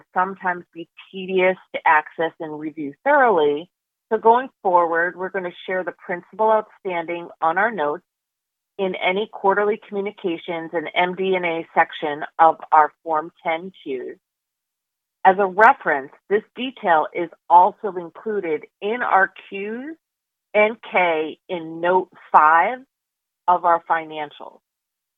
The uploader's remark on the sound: IIOT Oxys August 2022 Conference Call